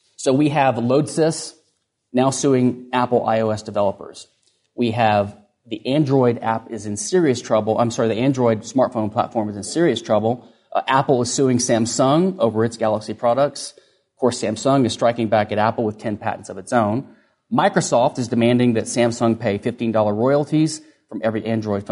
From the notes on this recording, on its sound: Recorded at Mises University 2011.